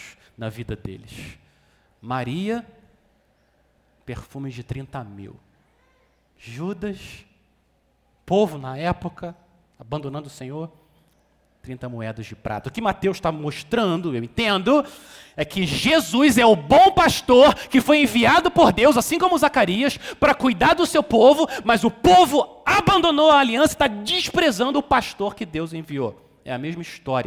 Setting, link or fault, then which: setting, large echoing room